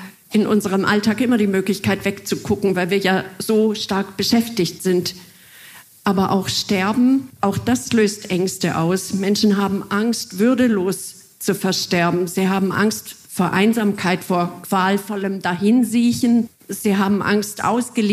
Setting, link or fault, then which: setting, live audience